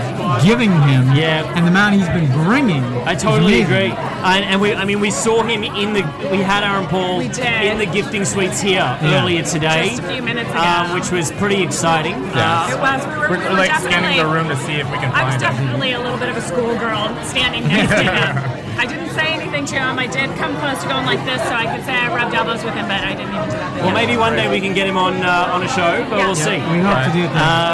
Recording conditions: busy venue